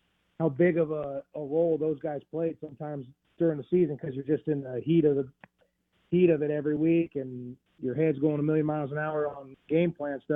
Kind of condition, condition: link, phone line